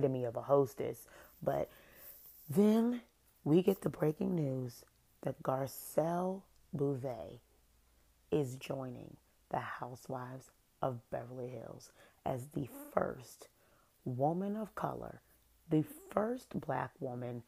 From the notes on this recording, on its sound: SOUND UP (sorry)! This was a spur of the moment episode. Sorry it’s low, I didnt expect to record.